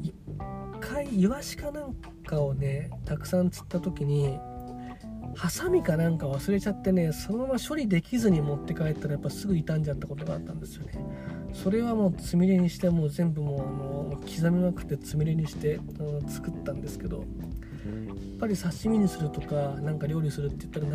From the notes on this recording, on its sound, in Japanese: 車の中から配信中。スマホのマイクが逆になってて撮り直した回。